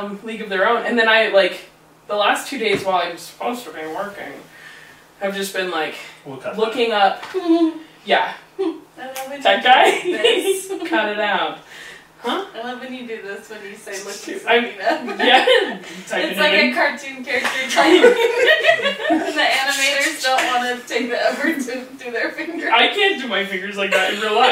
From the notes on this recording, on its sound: SNEAK PEEK Episodes are episodes we made in trying to determine how the pod would work, as such there are some less than desirable audio and video issues as well as general awkwardness.